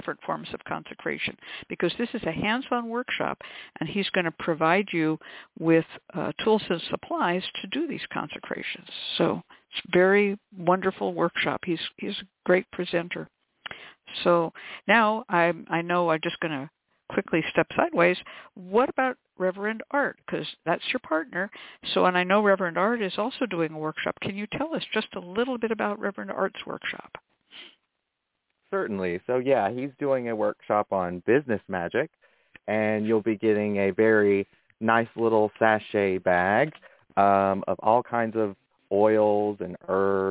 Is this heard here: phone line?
yes